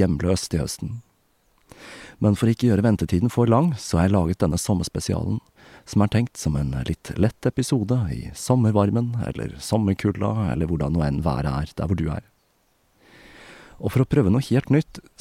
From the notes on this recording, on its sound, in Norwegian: Som er tatt opp utendørs i solskinnet.